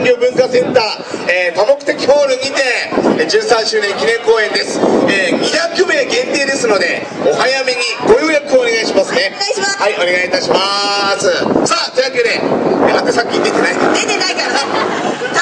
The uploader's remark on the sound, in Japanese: おいでんフェスタin前田の会場から。強風の為、お聞き苦しい点がある事をご容赦ください。